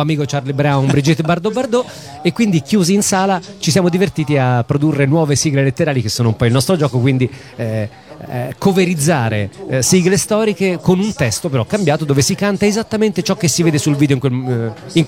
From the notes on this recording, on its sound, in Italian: Da San Marino Comics 2020 la nostra intervista